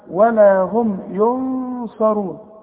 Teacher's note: ولا هم ينصرون، نون بعدها صاد، الصاد من حروف الإخفاء، نون ساكنة بعدها صاد، يبقى حغن وحخفي